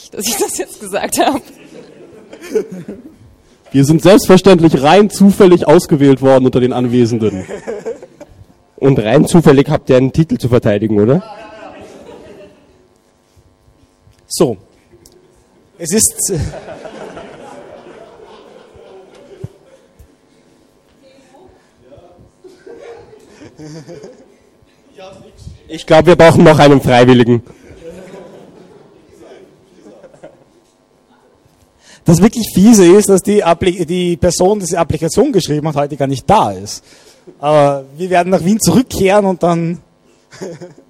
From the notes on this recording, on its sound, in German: eine kleine Unterhaltungsshow mit Publikumsbeteiligung